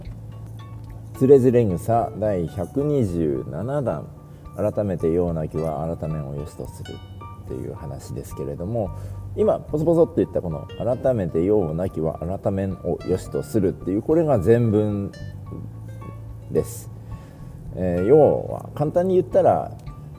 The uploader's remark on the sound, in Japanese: 大雪の中の通勤ドライブ収録